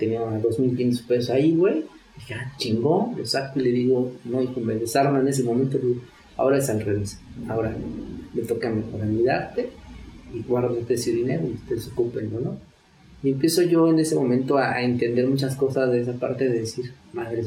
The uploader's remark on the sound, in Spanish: Una disculpa por el audio de esta entrevista, la lluvia se puso fuerte.